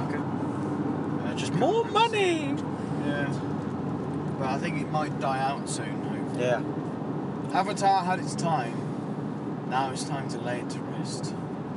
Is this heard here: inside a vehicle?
yes